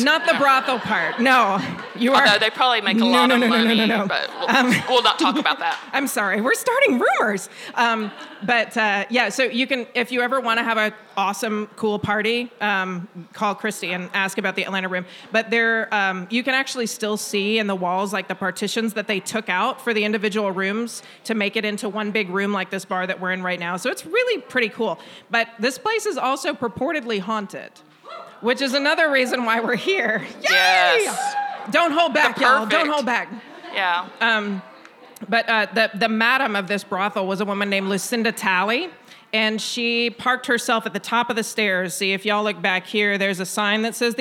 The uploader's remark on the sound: Our first LIVE show was recorded at the haunted Peerless Saloon in Anniston, the oldest bar in Alabama!